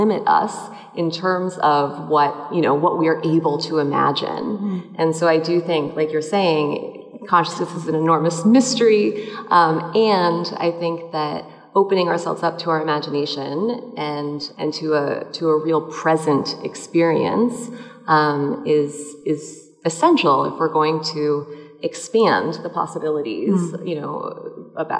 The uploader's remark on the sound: Live talks from the Sensing Woman : A multisensory event that took place at C24 Gallery in Chelsea, New York City. We will be sharing the different live talks from the Sensing Woman : A multisensory event that took place at C24 Gallery in Chelsea, New York City, five days of Art by 50 contemporary visual artists , along with conversation, storytelling and music.